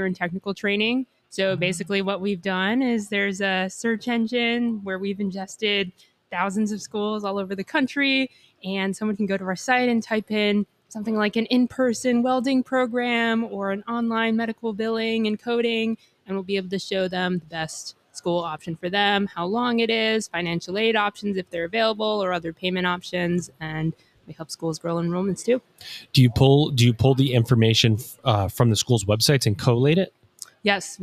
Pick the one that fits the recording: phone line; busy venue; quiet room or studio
busy venue